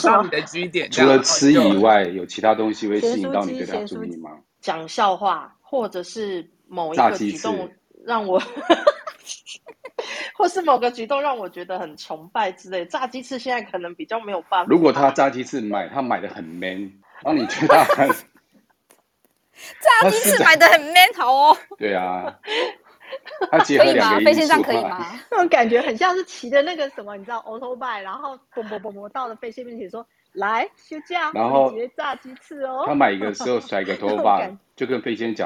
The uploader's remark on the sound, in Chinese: 此音檔是由club house直播中錄製的。故音質無法與專業麥克風及錄音室錄製比較。